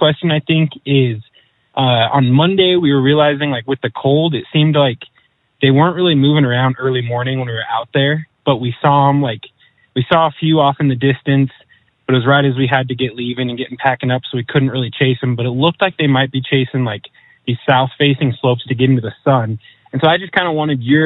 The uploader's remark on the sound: Live Q &. Joins a few callers in between glassing and guiding to answer their hunting questions. Callers during this Live Wild Live Q&A episode.